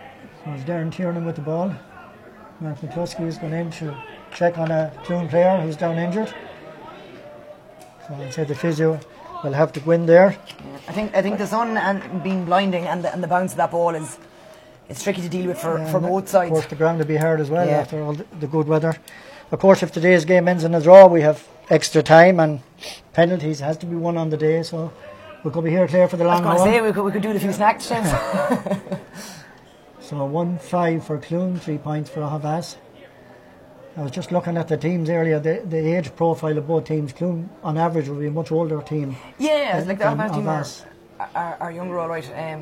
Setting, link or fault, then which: setting, busy venue